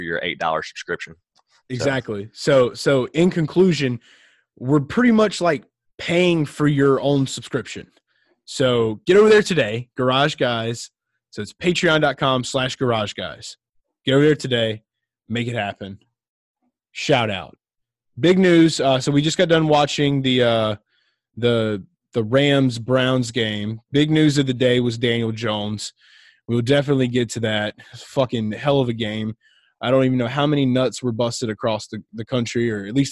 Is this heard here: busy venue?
no